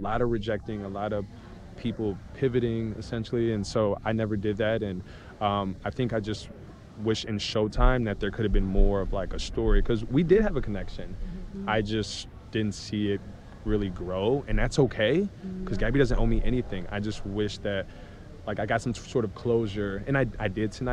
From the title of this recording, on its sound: LIVE from ‘Men Tell All’